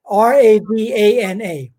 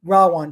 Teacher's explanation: V in Sanskrit is pronounced as a W. Ravana, Ravan, silent A at the end · Shown in: second take